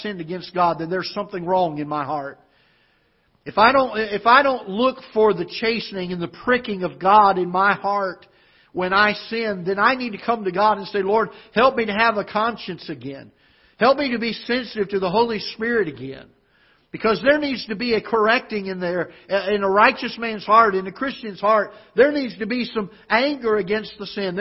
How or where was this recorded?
large echoing room